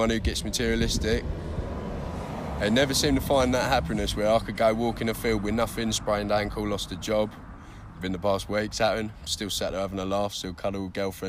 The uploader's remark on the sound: Walking around Gog Magog hill. Cambridge Uk.